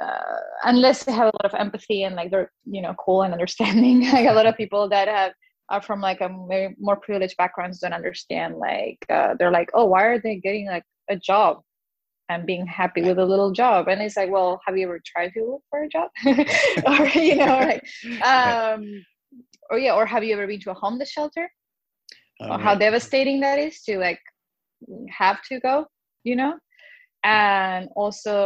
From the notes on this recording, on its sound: First our Zoom conversation was interrupted by a surprise guest...